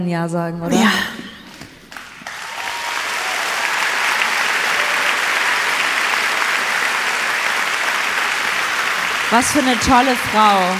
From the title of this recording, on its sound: LIVE in Hamburg